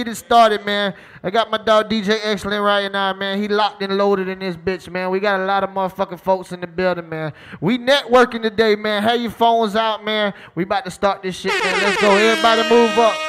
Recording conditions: busy venue